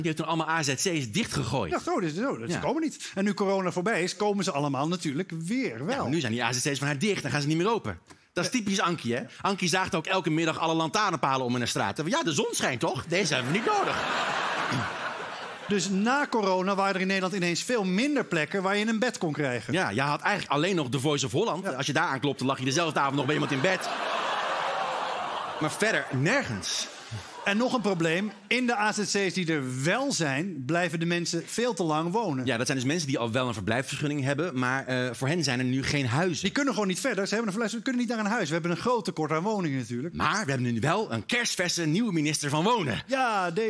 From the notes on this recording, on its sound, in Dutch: Alles is weer terug bij het oude: live-publiek, de muzikale gast.